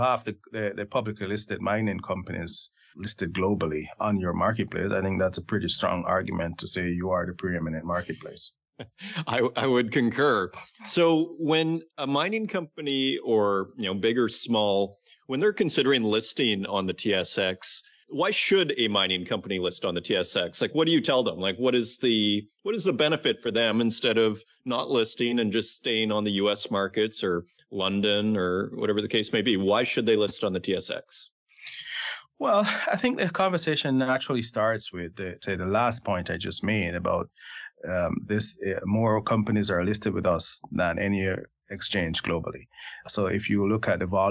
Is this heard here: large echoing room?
no